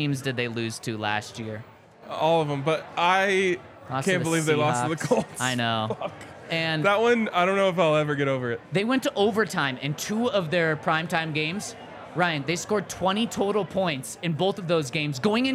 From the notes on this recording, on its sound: LIVE from the DNVR Bar